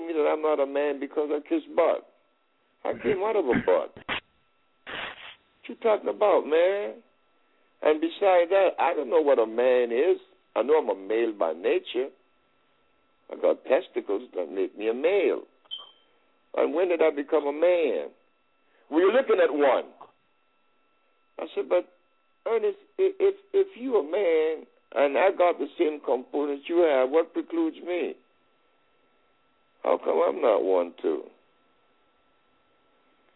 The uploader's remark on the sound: open up the lines and let the audience engage in a Q&A